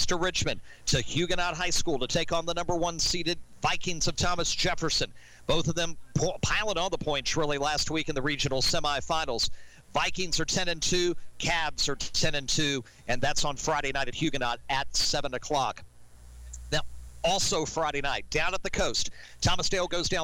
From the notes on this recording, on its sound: Recorded live on 102.9 The Mater at Sports Page Grille Ashland